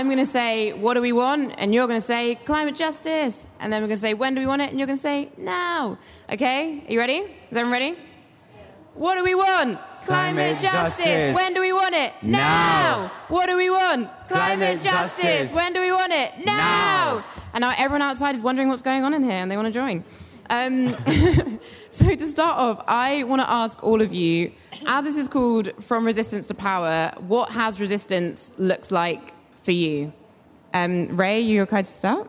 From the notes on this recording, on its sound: hosted a panel live at COP27